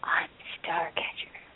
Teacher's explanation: she's so whispery and sultry · speaks in this enticing, breathy, kind of almost husky voice